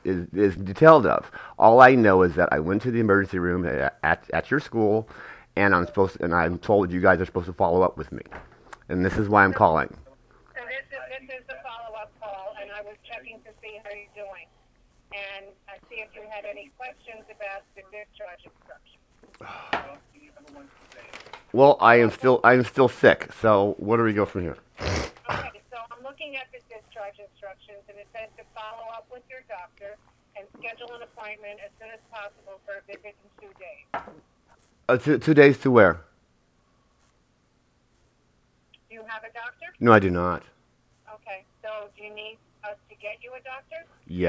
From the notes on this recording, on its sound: Phone Call